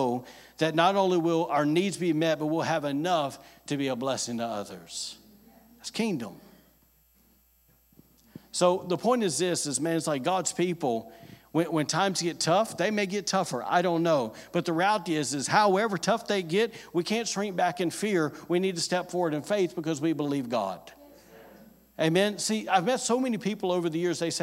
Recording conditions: large echoing room